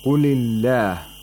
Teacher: the word Allah is pronounced with tarqiq because there is a letter with a kasra before the word Allah